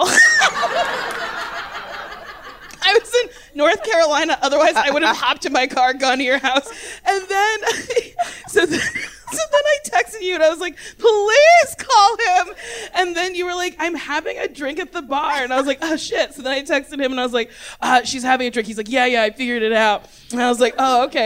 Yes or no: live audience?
yes